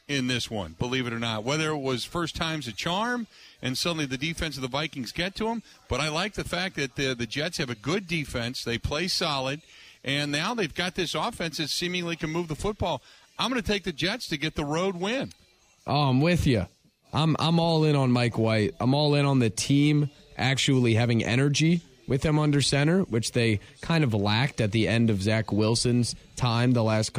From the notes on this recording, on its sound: live at Kelly's Bleachers